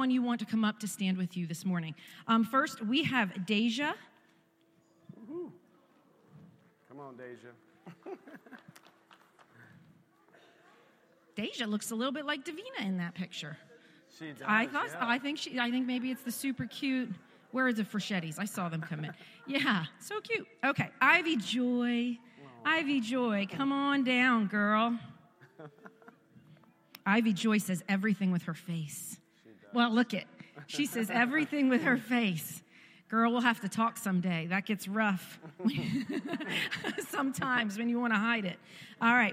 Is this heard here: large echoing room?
yes